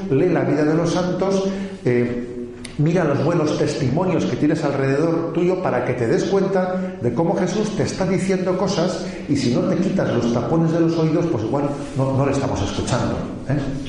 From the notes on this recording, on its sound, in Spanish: Es una charla-catequesis grabada en Salvatierra el 5 de julio de 2016 en el campamento de niños y adolescentes (de 12, 13, 14 años) del MEJ (Movimiento Eucarístico Juvenil).